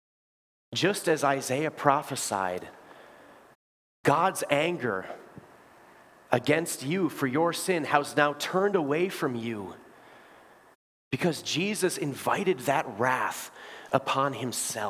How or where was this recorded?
large echoing room